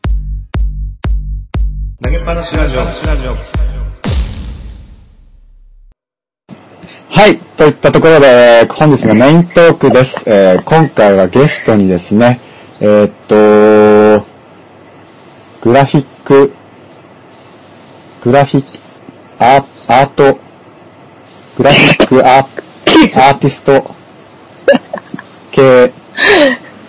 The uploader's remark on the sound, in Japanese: 収録環境及び音声圧縮の影響で今回はお聞き苦しい音質になっており申し訳ありません